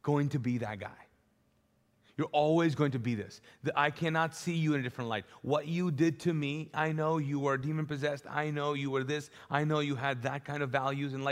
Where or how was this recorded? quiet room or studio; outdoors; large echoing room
large echoing room